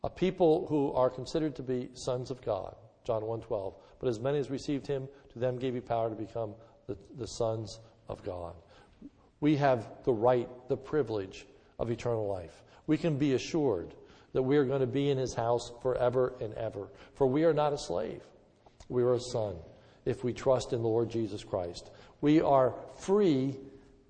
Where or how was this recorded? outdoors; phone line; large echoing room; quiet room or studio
large echoing room